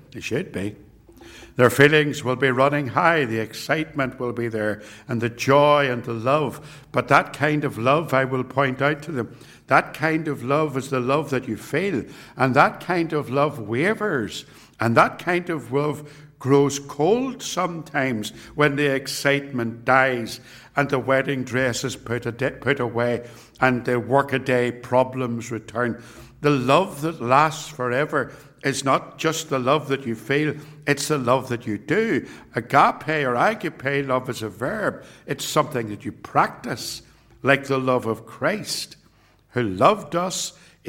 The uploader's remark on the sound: It was recorded at Templepatrick